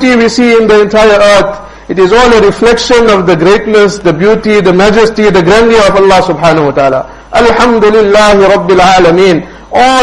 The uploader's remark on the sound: Jumuah lecture at Rockford Musalla